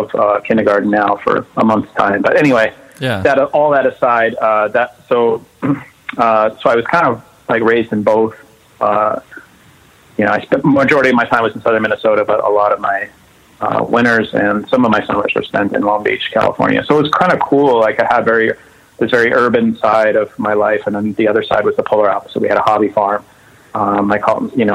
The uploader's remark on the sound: We hang out one afternoon on the phone